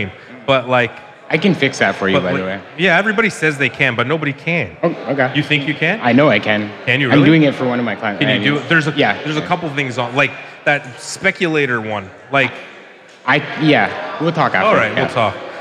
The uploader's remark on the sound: We're coming at you live from CannaCrawl !